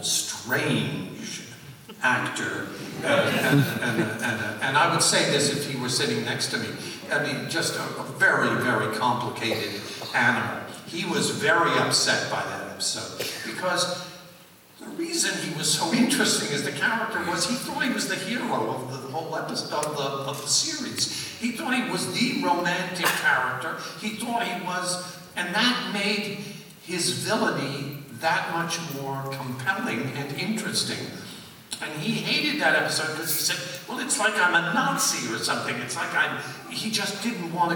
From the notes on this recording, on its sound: Live at Pensacon 2017.